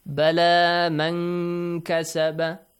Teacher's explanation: Man kasaba nun sakin plus kaf. Make sure you do the ikhfa, but the ikhfa must be kind of clear that there is the letter kaf coming after nun sakin.